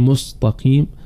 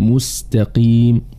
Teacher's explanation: كذلك الحاء من كلمة أحط في سورة النمل، وكذلك كلمة الحق مثلا في سورة البقرة، وكذلك وسين مستقيمة هنا كذلك تبين الترقيق والحذر من تفخيم حرف السين، فلا نقول مستقيم، نضم الميم وتتأثر السين بضمة الميم فتفخم مستقيم. يجب بيان الاستفال وترقيق السين · Shown in: second take